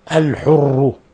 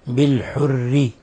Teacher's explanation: لما ضمينا الراء فخمناها الحر، ولما كسرنا الراء كما جاءت في الآية بالحر رققنا، لأن الكسر من دواعي الترقيق، فالراء إذا ضمت أو فتحت تفخم، وإذا كسرت ترقق.